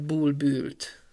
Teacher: A zárt tendencia az úgy jelentkezik, hogy például a vétővű igék és névszók esetében, de másutt is előfordul, az ó-ő helyén ú-ű ejtenek